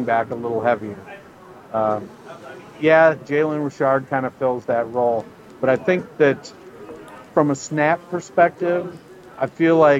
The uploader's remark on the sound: live on location at the Psalms resort for the FFWC in Vegas